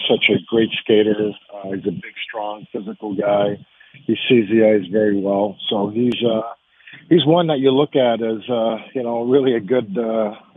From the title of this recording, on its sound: Calls in Live